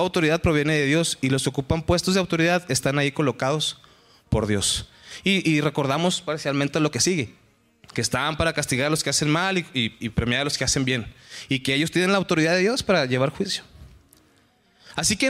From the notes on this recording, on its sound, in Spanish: Estudio del libro de Hechos en la iglesia de Capilla Calvario Chihuahua.